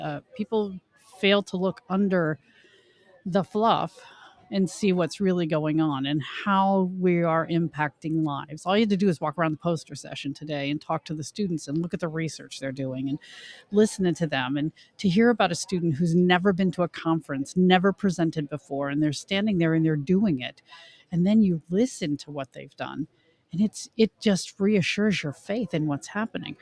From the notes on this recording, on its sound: LIVE from the MSCHE Annual Conference. Recorded LIVE & in person from the Middle States Commission on Higher Education (MSCHE) 2023 Annual Conference, in Philadelphia, PA.